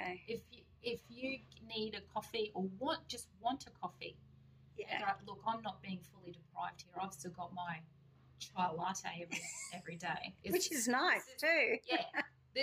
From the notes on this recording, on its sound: Due to the inability to record in the studio at this time the current episodes may sound less &apos;produced&apos. Due to the inability to record in the studio at this time the current episodes may sound less 'produced'.